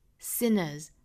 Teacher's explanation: sinner 后面加的这个复数 s 应该是读浊音的 z